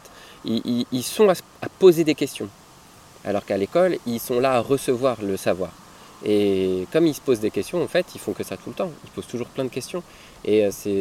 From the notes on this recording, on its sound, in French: enregistrement en plein air au bord de la rivière Drôme